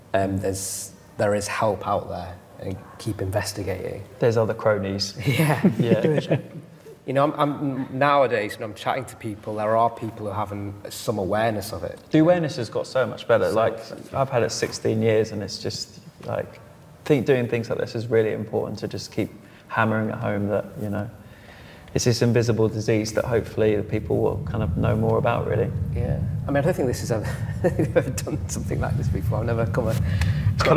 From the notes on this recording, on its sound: A fantastic live panel discussion hosted by The Book of Man.